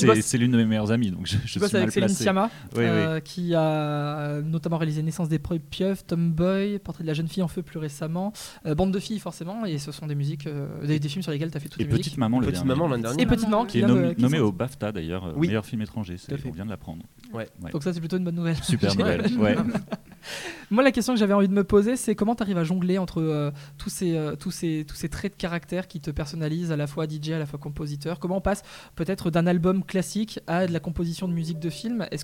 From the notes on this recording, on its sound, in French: Kolibri est en direct du Festival International du Court Métrage à Clermont-Ferrand.